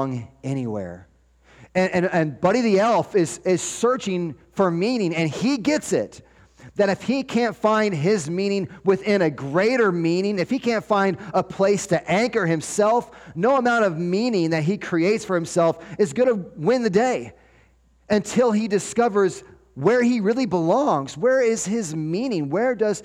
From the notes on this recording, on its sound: 12-24-23 Sunday Morning Sermon Audio